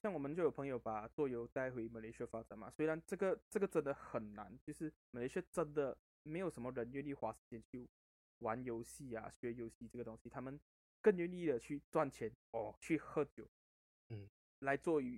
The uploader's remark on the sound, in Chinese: 這集音質處理很爛，會影響收聽品質，在此說聲抱歉！